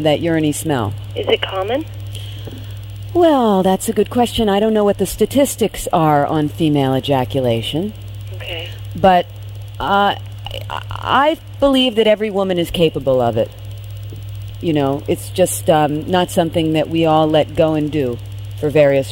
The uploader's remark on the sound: This is a caller on my Saturday night live show.